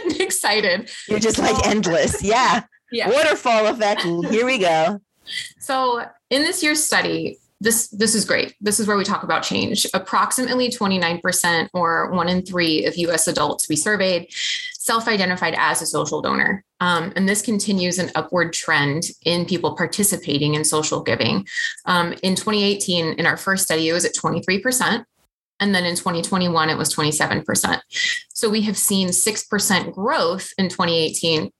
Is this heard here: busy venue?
no